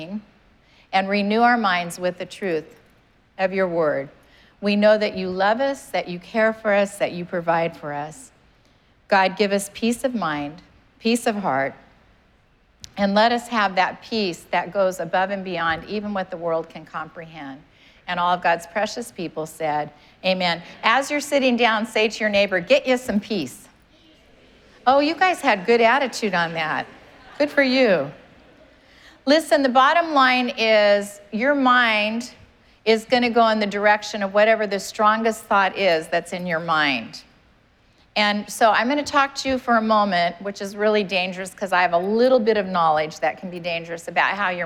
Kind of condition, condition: setting, live audience